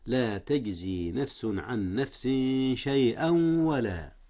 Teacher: جاء الإدغام هنا يا أستاذنا، ولكنه إدغام بغنة، حيث أدغم التنوين في الواو، والواو من أحرف الغنة.